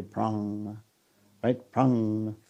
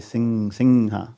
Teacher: Sometimes you find in North India and especially in the Bengal region, the anushwara will be pronounced like ng.